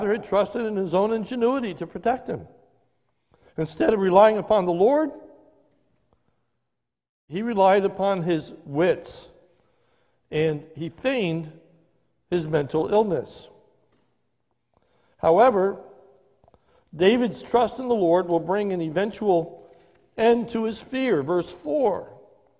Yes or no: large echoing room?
yes